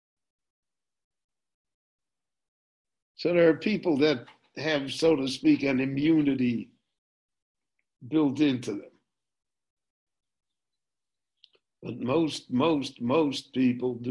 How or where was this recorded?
video call